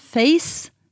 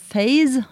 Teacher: Face, stavet med C, der det ustemt, mens phase, altså en fase, der har du en stemt S, og det et minimalt par på engelsk.